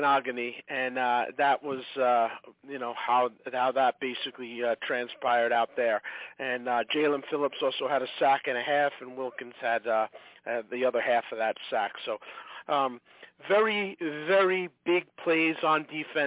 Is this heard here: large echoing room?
no